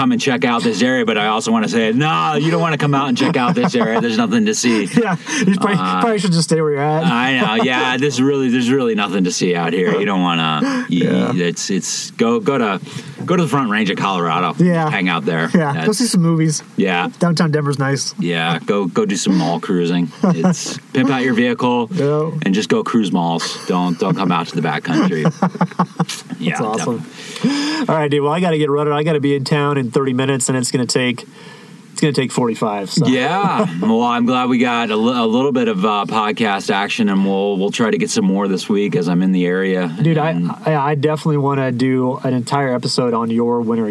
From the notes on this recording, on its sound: This episode was recorded at an unbelievable dispersed camping spot called Muley Point located high up on Cedar Mesa. We very much enjoyed catching up by the campfire on a 2,000ft ledge!